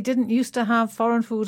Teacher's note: You can't hear this because we don't pronounce the D on used anyway. But it's important in writing.